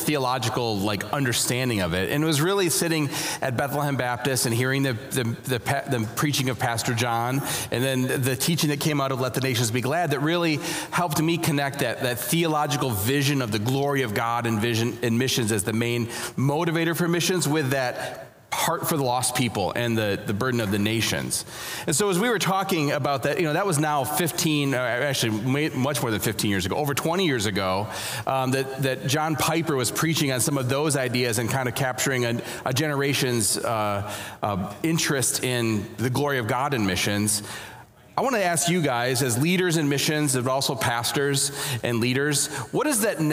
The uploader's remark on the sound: Panel from the 2021 Radius Missiology Conference. RMC21 Panel 1.